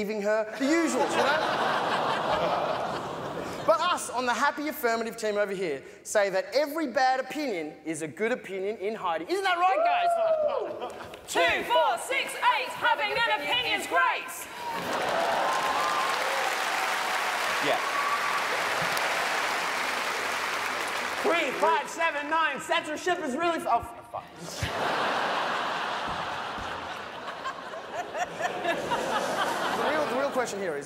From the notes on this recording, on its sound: 2016 Melbourne International Comedy Festival Great Debate.